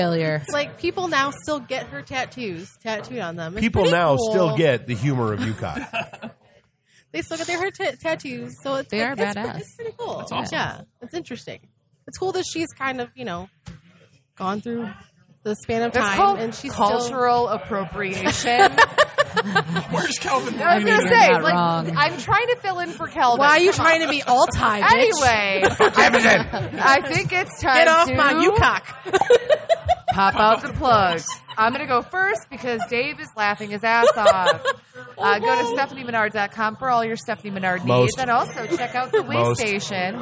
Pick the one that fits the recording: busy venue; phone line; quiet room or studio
busy venue